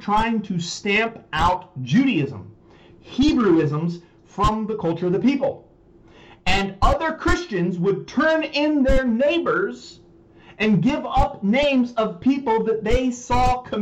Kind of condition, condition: fault, poor microphone